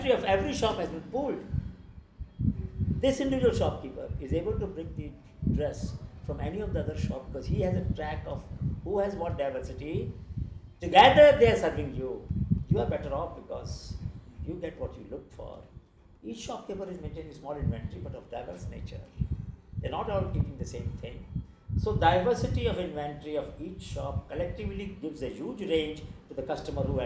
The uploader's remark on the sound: In this podcast, recorded in Ahmedabad in peak Navratri season (sorry about the background noise).